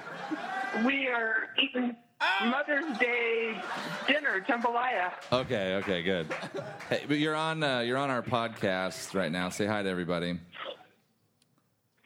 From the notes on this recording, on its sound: LIVE AT BRIDGETOWN